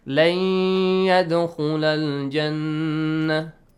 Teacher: You insert the noon sound to the ya sound and changes to ya sound. · Term: ghunnah